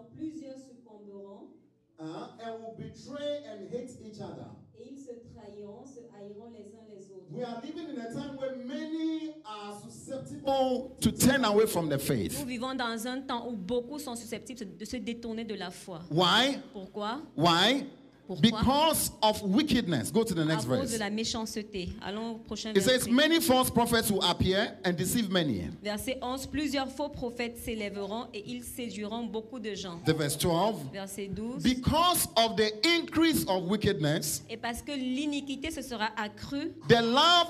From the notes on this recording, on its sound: Preached during Cross-over Service 2023